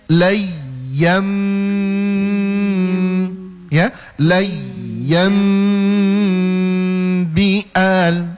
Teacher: itu ikhlab itu tahan minimal tahan dia dua harokat